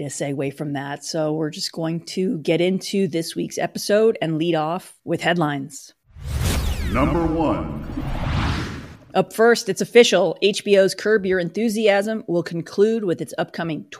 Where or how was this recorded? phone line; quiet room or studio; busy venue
quiet room or studio